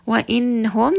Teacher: So when we have nun sakin followed by one of the throat letters, it is going to be pronounced very clearly. Nun sound is not merged. It is not hidden at all. You just pronounce it and give it a proper tawassut, meaning that you rest on this letter as well. · Term: idhar